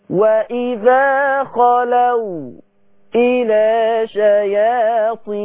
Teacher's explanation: ان لما يجيني حرف ساكن اخر الكلمه الاولى، حرف ساكن اخر الكلمه الاولى، ويجيني بعدها حرف الهمزة أول الكلمة الثانية، إيه النتيجة؟ النتيجة هسكت على الحرف الساكن اللي قبل الهمزة · Term: الساكن المفصول